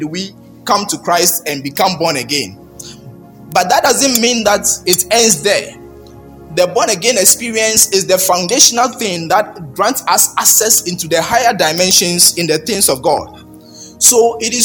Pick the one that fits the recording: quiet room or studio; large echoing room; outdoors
large echoing room